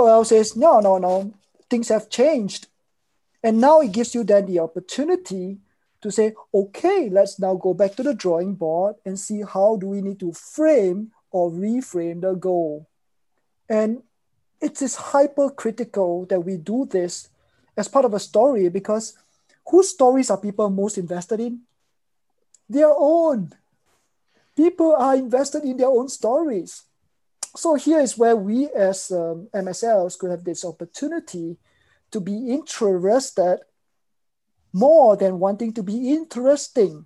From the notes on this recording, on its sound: In this webinar recording.